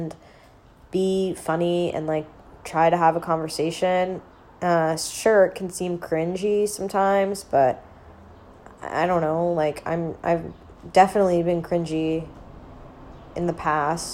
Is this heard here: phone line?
no